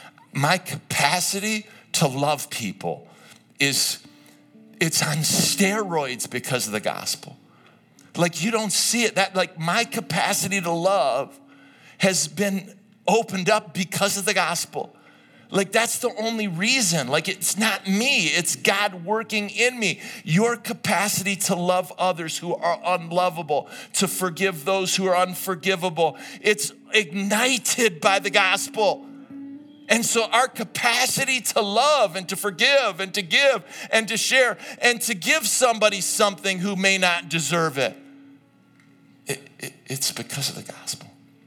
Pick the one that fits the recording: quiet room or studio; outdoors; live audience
live audience